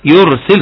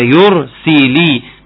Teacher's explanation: الراء ساكنه طب افخمها ليه ده هي ساكنه؟ ايوه بتقول تفخم الراء لانها ساكنه بس تبص للي قبلها اللي قبلها مضموم · Term: تفخيم الراء